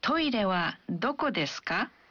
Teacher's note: kita biasanya menambahkan ka di akhir kalimat dan mengucapkan kalimatnya dengan intonasi yang menanjak.